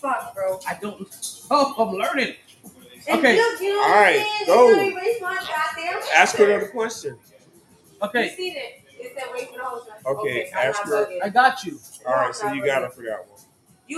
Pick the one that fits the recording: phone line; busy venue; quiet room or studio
busy venue